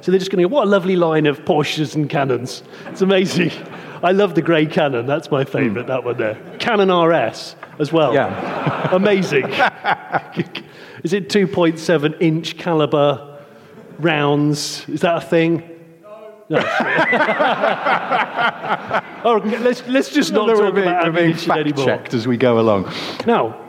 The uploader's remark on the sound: Hello London! In front of an audience at the London Concours.